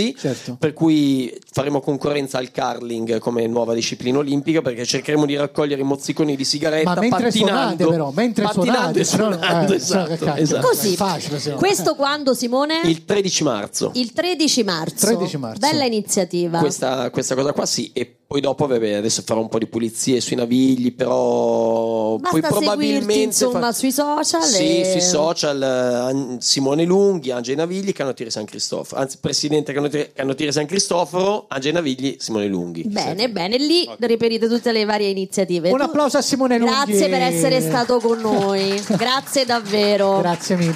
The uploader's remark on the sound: Live dal GhePensiMi di Milano.